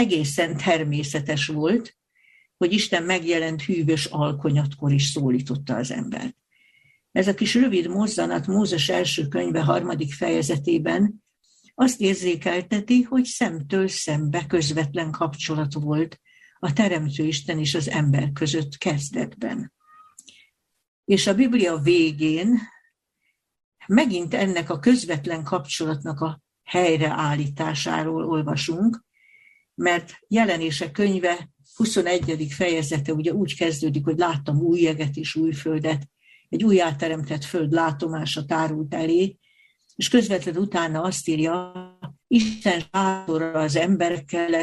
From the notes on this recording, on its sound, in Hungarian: Sola Scriptura TF – Budaörs – Zoom előadás.